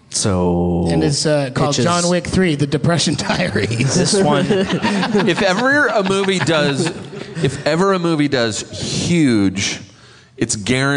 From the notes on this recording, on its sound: LIVE at Starburns Castle.